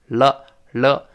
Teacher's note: 汉语拼音中来了，你发现舌尖是弹射出去，往回勾，再往前弹